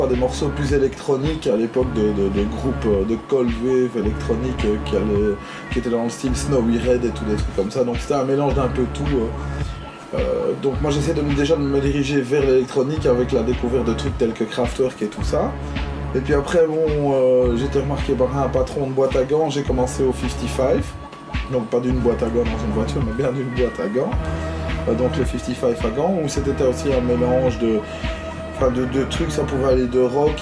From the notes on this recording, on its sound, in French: A été enregistrée au Bier Circus (bar situé rue de l'Enseignement à Bruxelles, dans le quartier du Cirque Royal). En mode "conversation de bistrot".